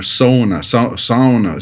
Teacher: You know, in northern Minnesota, where there's a lot of Finlanders, you know, by heritage, they're very proud of the word sauna, S-A-U-N-A, and it's pronounced so, like S-O-W, sauna, sauna, you know, so it's an elongated vowel on the front end